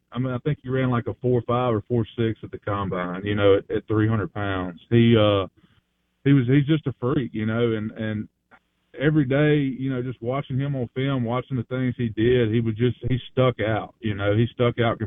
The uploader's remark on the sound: Joins the show on Farm Bureau guest line. Live in the BankPlus Studio.